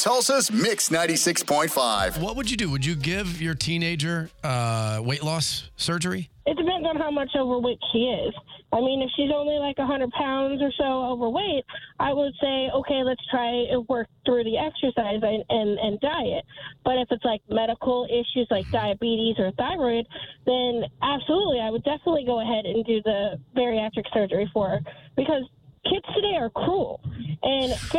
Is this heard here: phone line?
yes